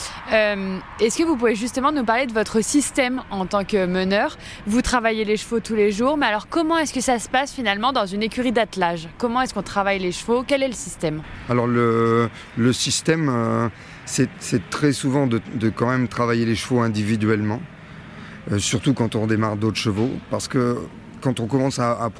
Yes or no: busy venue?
yes